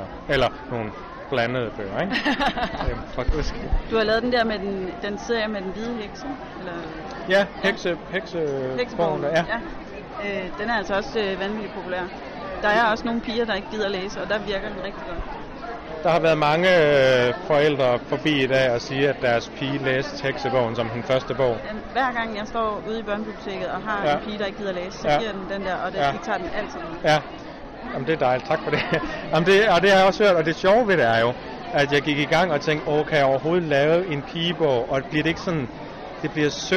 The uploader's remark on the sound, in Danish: Live fra Bogforum